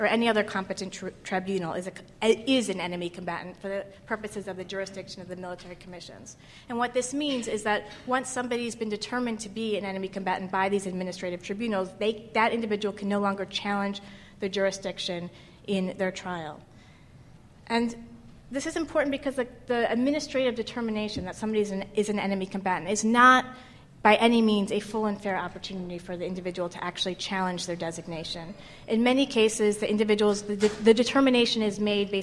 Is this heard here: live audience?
yes